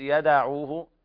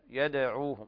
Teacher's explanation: إذا قلت يدعوه كده حركت الدال، يد القلقلة تكون قريبة إلى الفتح، ليست مفتوحة، تقرب إلى الفتح · Shown in: second take